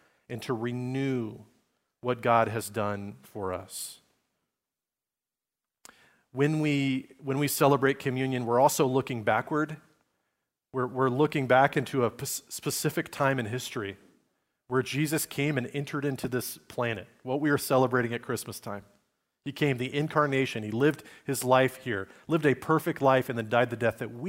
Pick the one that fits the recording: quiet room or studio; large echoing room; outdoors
large echoing room